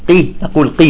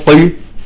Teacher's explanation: القاف إذا جاءت مكسورة يجب أن لا نبالغ في تفخيمها · Shown in: first take